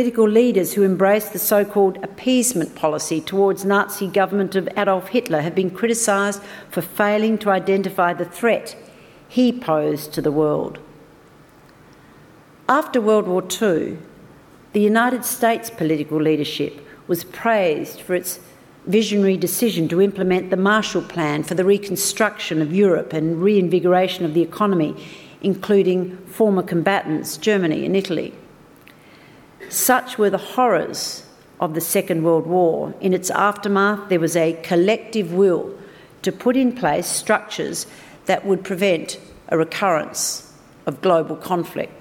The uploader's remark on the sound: Recorded at the Grand Hyatt Melbourne on 11th April, 2018.